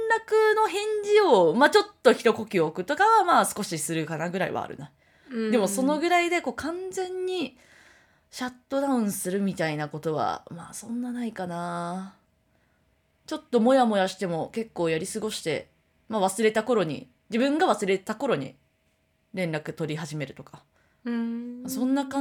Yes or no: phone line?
no